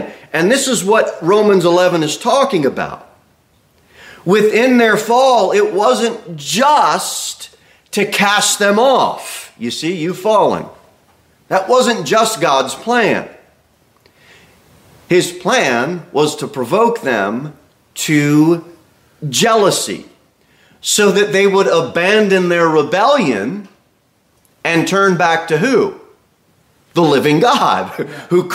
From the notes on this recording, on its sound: Sermon delivered at Pilgrim Baptist Church on Sunday, November 20, 2023, at 11:15 am.